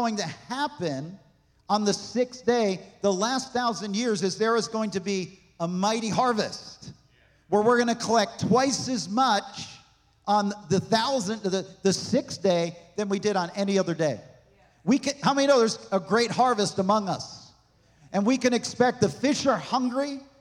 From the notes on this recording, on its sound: This message was recorded on September 24, 2023, at Gateway Church in Richmond, Indiana.